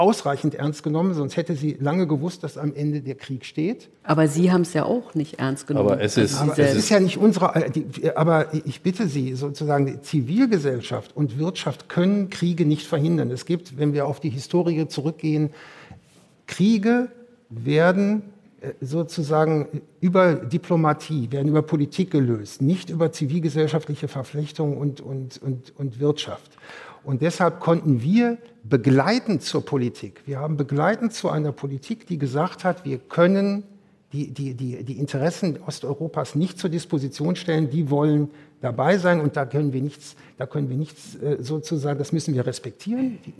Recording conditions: live audience